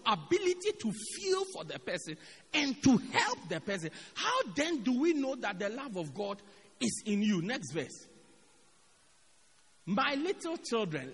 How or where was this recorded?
large echoing room